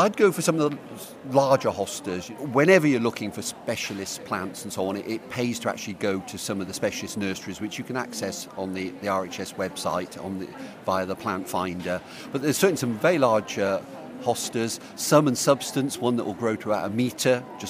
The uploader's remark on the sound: RHS Great London Plant Fair 2014 at The Royal Horticultural Halls in Vincent Square, London. Our team of horticultural advisors are live at The Lindley Hall answering your gardening questions.